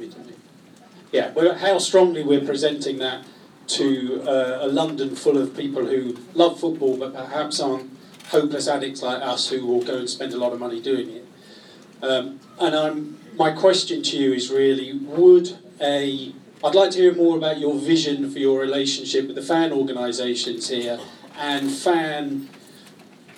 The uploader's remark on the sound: Part 2 of this special Meet The Owners was recorded in the Supporters Club. Spoke to a live audience of Leyton Orient fans.